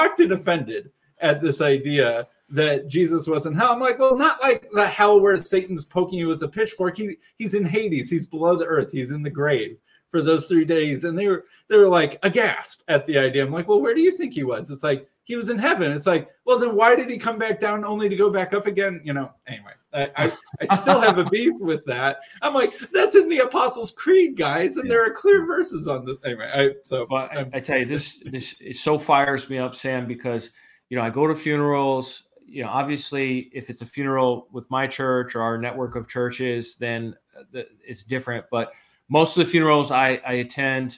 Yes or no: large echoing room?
no